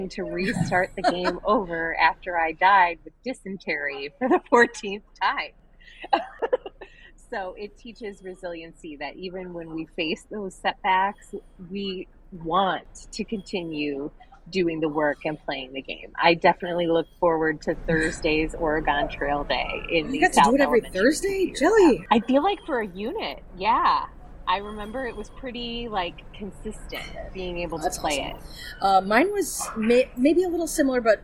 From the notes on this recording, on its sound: Our noisiest studio to date– the Exhibition Hall at one of our favorite Ed Tech Conferences for our first ever LIVE Pop Culture Pop Up.